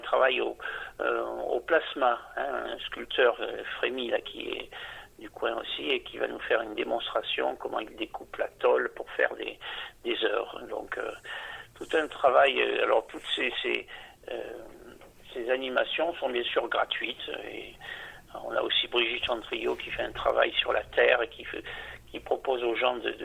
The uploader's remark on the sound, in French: Interview téléphonique